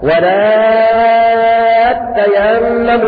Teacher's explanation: تاء تيمموا، التاء الأولى تاء المضارعة، والتاء الثانية تاء التفعل. هكذا قرأ البزي عن ابن كثير بإدغام التاء في التاء بخلف عنه